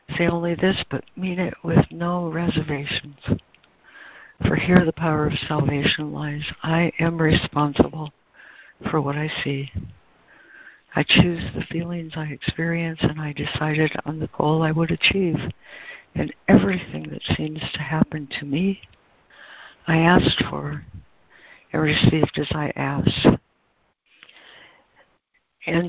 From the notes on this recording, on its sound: ACIM Daily Conference Call.